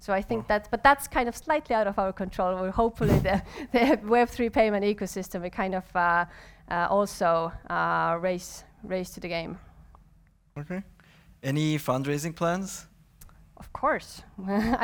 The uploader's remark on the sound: live recording during cc: Nights in Tallinn